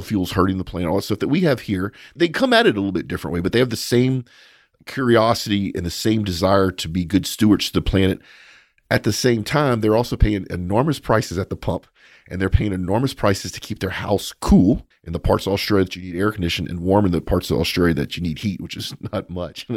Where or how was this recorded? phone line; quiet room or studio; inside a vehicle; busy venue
quiet room or studio